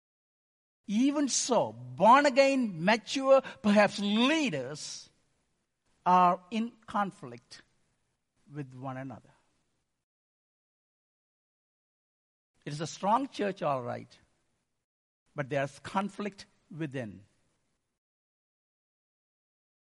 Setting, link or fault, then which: setting, large echoing room